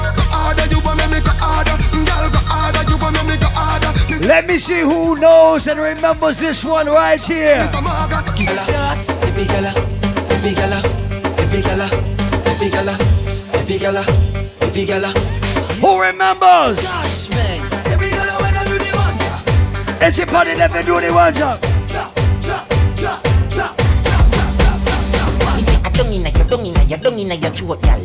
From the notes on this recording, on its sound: Live audio recording from the Island Satudays launch on Saturday July 3rd in Providence, RI